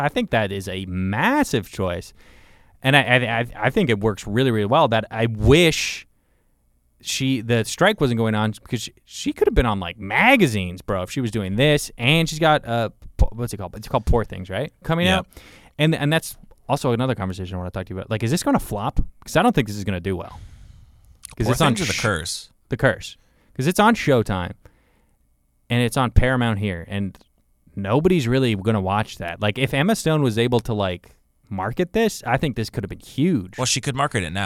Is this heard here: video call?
no